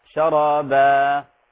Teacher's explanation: أنا أريد منك الآن تشبع المد العوض حتى لا يغلق، لا تغلق الصوت